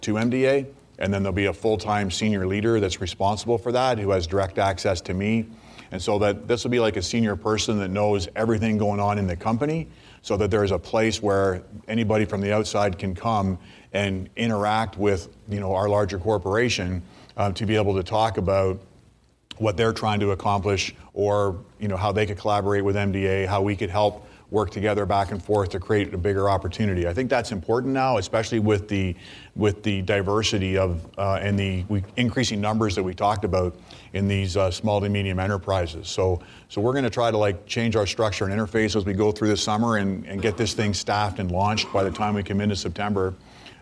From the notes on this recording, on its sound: In this podcast from the CASI ASTRO 18 conference in Quebec City.